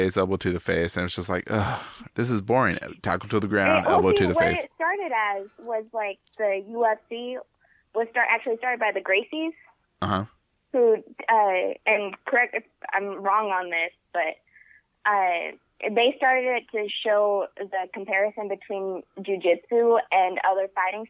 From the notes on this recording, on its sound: I didn’t have time to drive half way across Texas to record with him today. While on the phone.